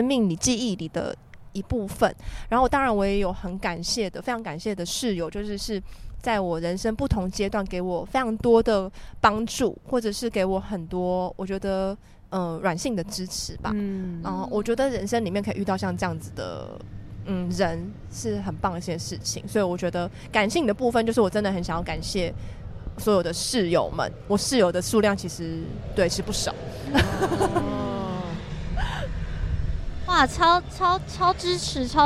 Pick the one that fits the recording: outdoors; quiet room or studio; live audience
outdoors